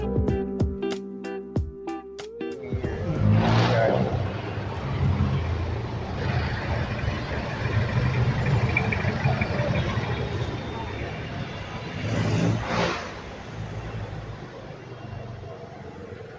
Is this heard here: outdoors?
yes